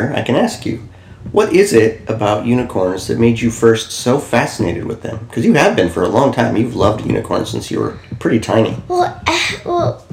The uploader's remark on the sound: The sound quality will be better in about three more episodes, when we switch to better mics